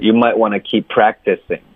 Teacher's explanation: 你的重音应该是 pra 而不是 keep